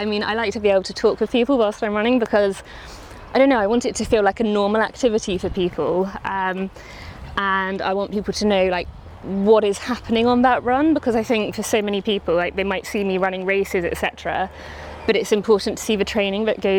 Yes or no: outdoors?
yes